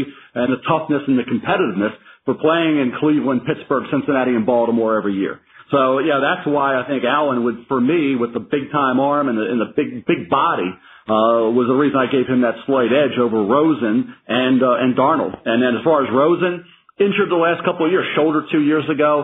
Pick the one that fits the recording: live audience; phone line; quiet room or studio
phone line